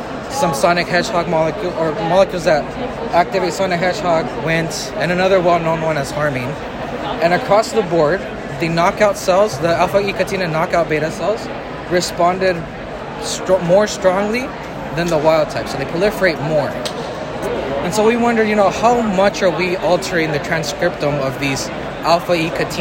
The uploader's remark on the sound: recorded during Day 1 of the Islet Study Group 2023 poster session